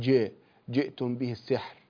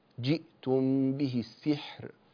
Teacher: اكسر كسرا كاملا للجيم والسين · Shown in: second take · لا تقل جاء جئتم به السحر، جئتم به السحر هكذا.